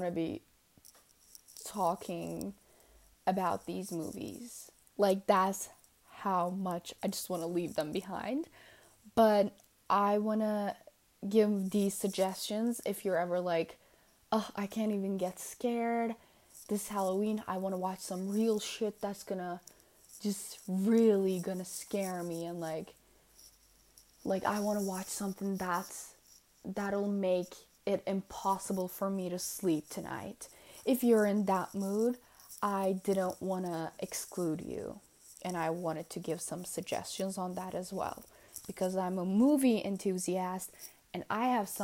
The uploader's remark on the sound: my hair keeps hitting the mic and makes a weird noise so i'm really really sorry about that